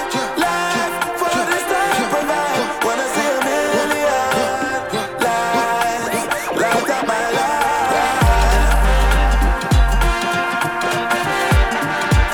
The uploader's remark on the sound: Live from ORKZ-Bar!